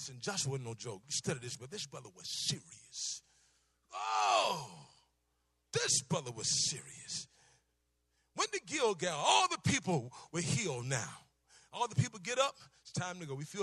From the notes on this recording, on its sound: Preached Tuscan Conference 2014